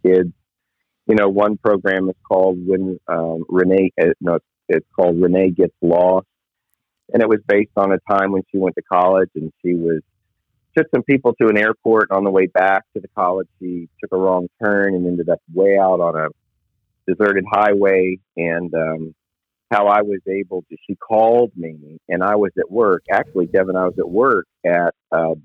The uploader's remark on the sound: Location: The Millennium Beat, LLC Office (Phone).